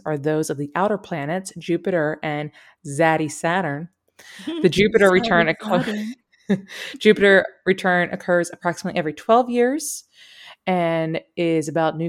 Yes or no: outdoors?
no